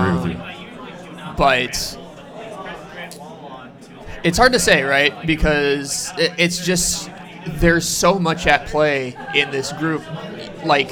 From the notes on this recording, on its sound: Live at the Forward Club.